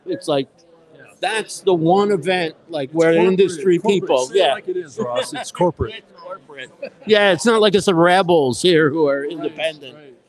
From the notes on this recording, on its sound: Live from Podfest 2024. Going live on my first walk around Podfest. This year I give a brief tour of the grounds before heading inside. Livestreamed and recorded with StreamYard.